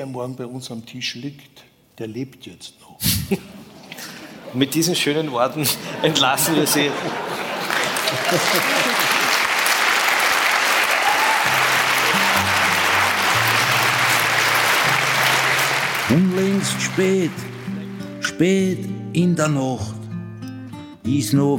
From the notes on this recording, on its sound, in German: Live aus dem Wiener Stadtsaal. Im ausverkauften Wiener Stadtsaal aufgenommen.